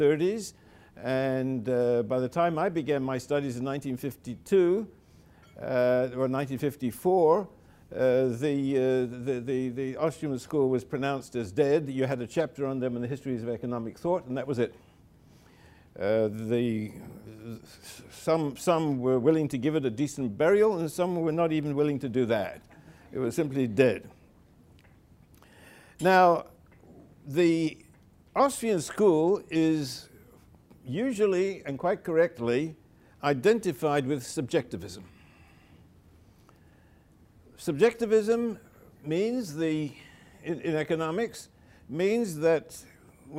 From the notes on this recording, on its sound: delivered the keynote lecture